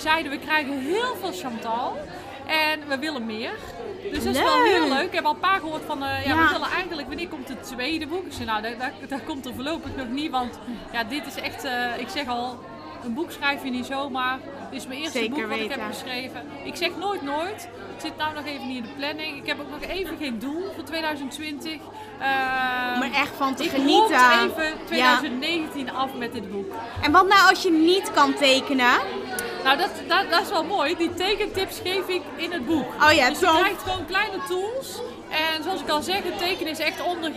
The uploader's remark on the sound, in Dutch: live op haar boeklancering